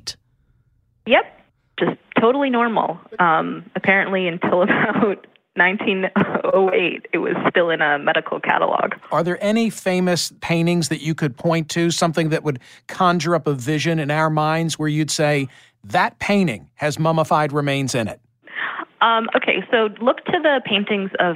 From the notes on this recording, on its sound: In this special call-in episode